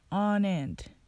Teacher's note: 発音の注意点は on and off のところで on と and がくっついて on and となる